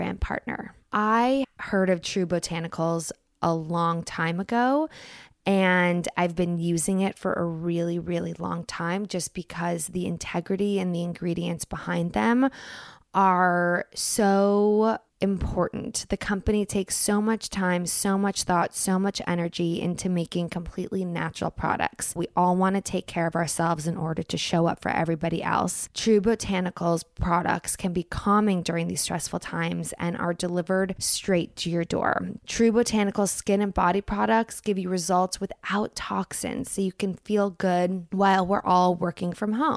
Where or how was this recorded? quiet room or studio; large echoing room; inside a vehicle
quiet room or studio